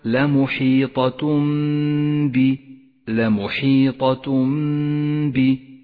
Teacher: والآن حكم الإقلاب عند قوله تعالى لمحيطة ب. لمحيطة ب، التنوين وبعده حرف الباء، يقلب التنوين إلى ميم، لونت هذه الميم باللون الأخضر لأنها تحتاج إلى غنة زمنها حركتان.